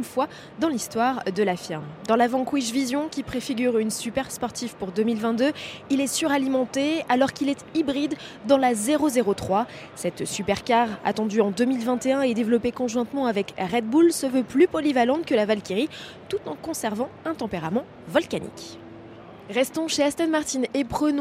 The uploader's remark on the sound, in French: En direct du Salon de Genève.